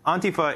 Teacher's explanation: The emphasis is on the first syllable, and it's pronounced more on than and